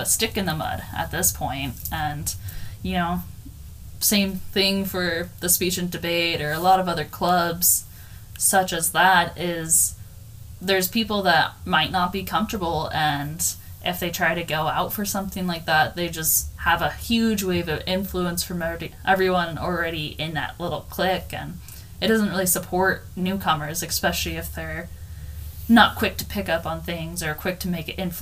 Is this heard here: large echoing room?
no